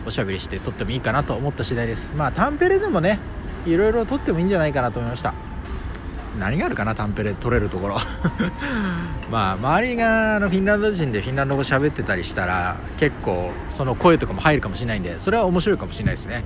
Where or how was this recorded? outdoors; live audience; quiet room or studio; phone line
outdoors